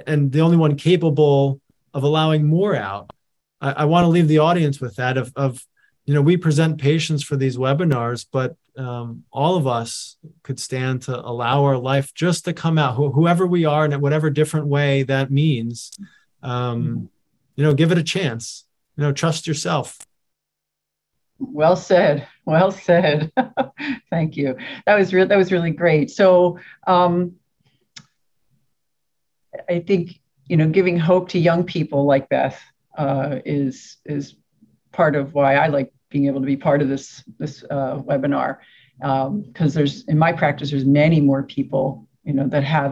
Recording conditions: video call